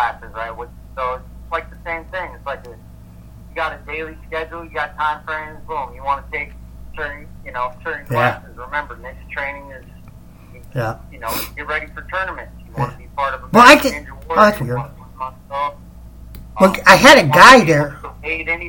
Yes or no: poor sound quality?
yes